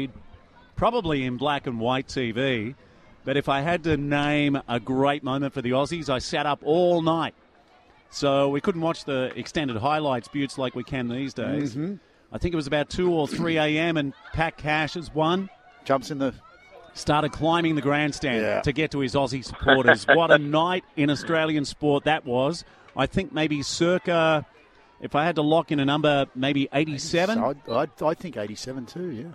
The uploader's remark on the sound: Live from the under 13s Hockey championships. It is spread over 2 locations.